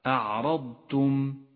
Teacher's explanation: اقرأ كلمة أعرضتم أعرضتم ووضح حرف الضاد وحرف التاء الذي بعده حرف الضاد جاء ساكنا وهو حرف استطالة أيضا وحرف التاء حرف مرقق